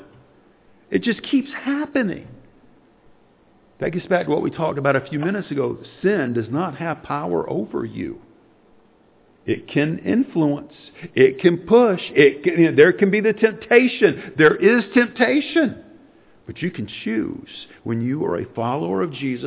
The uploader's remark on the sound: Sunday morning sermon